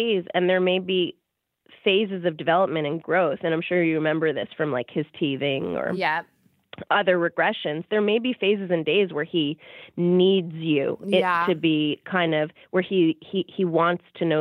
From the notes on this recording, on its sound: During this phone call